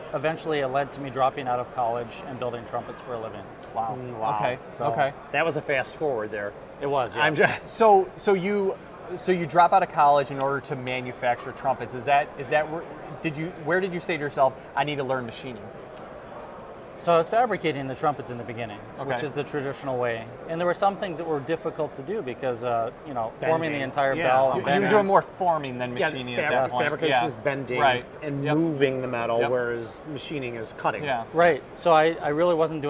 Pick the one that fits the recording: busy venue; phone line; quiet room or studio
busy venue